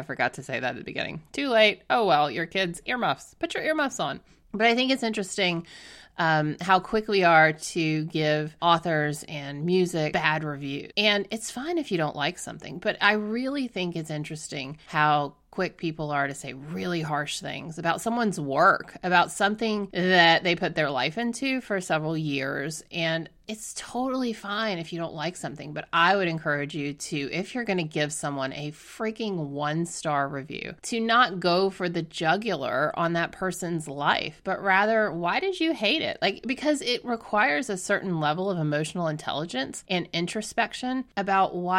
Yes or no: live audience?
no